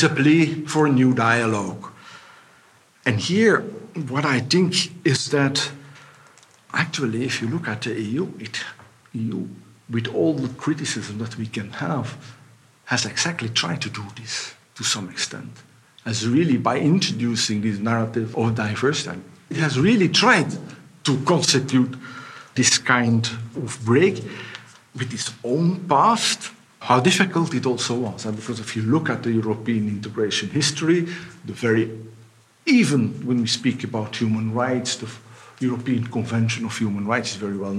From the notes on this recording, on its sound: We will listen to a conference given by the European General Studies Programme in the framework of their Conference Series "Global Europe in the Real New Millenium.